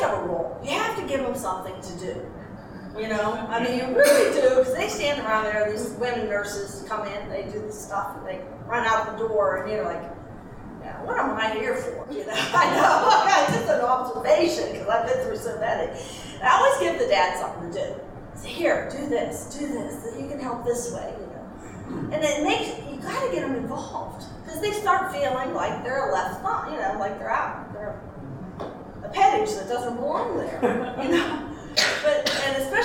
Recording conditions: live audience